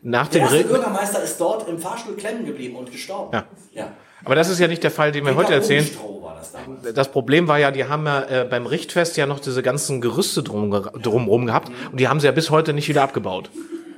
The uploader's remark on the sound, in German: Blumenkrieg in Lüchow (Live Aufnahme). Zu Gast in Lüchow und haben vor Ort Live diese Folge aufgenommen.